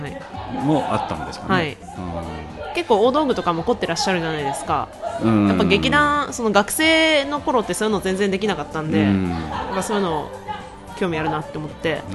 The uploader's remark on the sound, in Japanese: 2018年12月、一昨年の忘年会で収録した音源です。